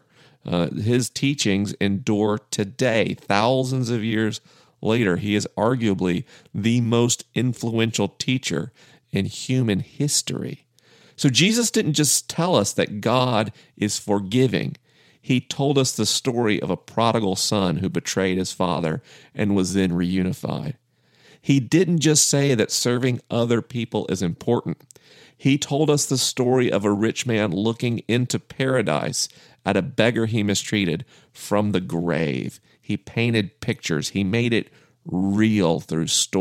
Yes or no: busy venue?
no